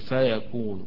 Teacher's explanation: ينطق النون مضمومة لا تسمع أو تسمع خلسة فيها للتفرقة بين فيكون وفيكون، فهنا قراءة الجمهور فيكون، وقراءة ابن عامر فيكون.